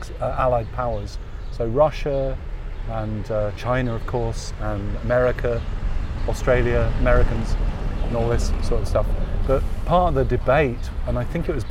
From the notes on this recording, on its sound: Radio On Science – outside broadcast.